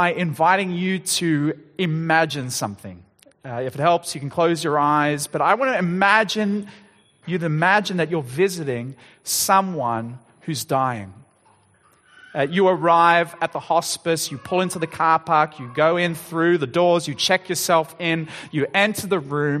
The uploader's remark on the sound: Sermon Recording